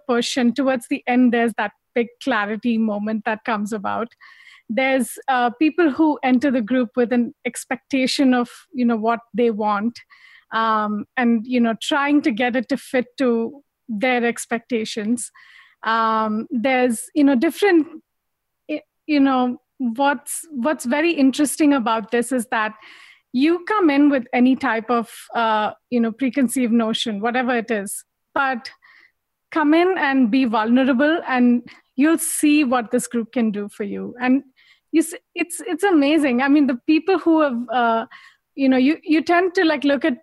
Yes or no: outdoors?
no